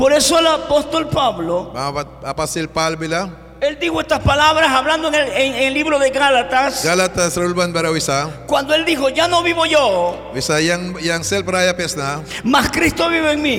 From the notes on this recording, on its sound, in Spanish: mensaje en vivo desde la iglesia Torre Fuerte en Bilwi, Puerto Cabezas